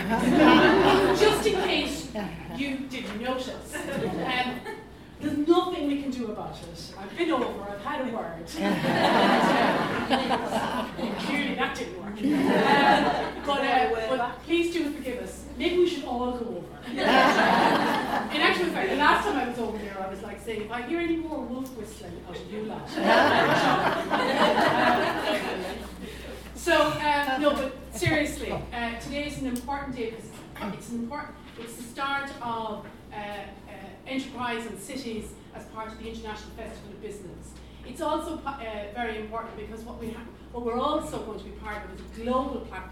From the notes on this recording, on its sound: We headed up to Liverpool to co-host a live panel discussion with The Women's Organisation.